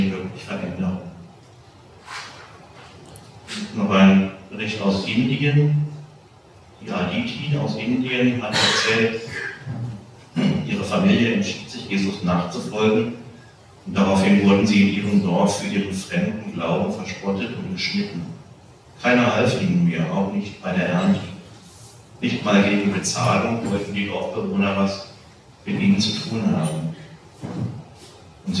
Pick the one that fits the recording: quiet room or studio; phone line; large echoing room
large echoing room